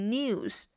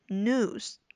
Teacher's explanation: Last month, Twitter shares jumped after comments from co-founder Evan Williams.有几个要注意的词，首先像这个 news 啊，在美音中呢，你不必读成 news 啊，美音中呢就是把它直接读作这个长音 u 就可以 news · Shown in: second take